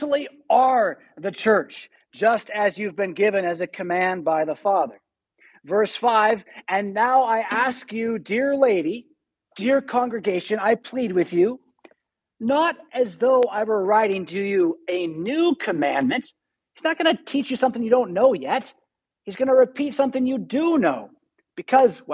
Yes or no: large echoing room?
yes